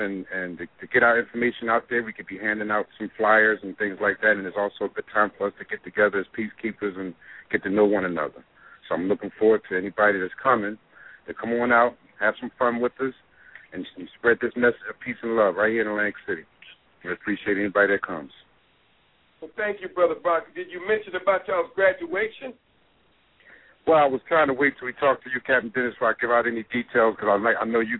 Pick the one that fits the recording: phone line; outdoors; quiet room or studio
phone line